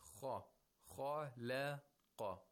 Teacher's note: We have one letter of istirla, followed by one letter of istifal, followed by another letter of istirla. So there is one tarqiq in the middle and two tafkhims at the beginning and at the end